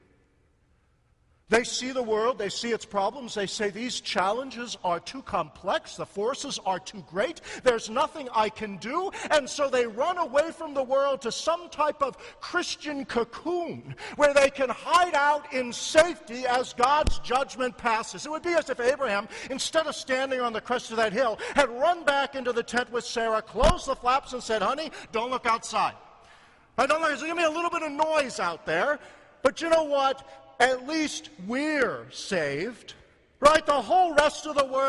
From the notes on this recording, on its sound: a sermon preached in the Concordia Seminary Chapel